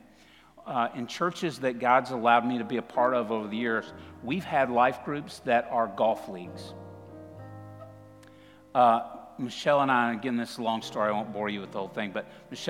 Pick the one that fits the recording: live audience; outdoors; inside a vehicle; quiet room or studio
live audience